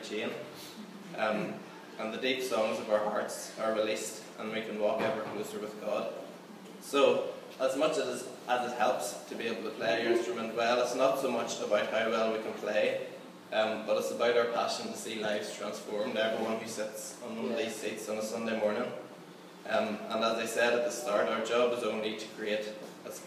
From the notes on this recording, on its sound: Recorded at our 11am Celebration on Sunday 9th October 2016 at our Storehouse Venue